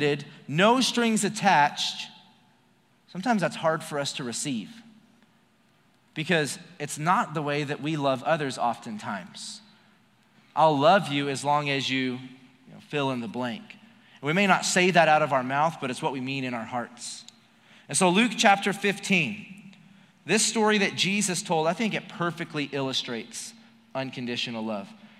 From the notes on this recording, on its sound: Recorded live during our Wednesday night service